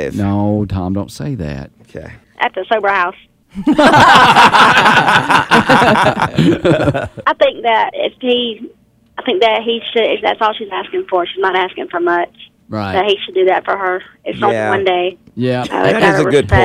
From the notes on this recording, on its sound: Listeners call in with comments on Group Therapy..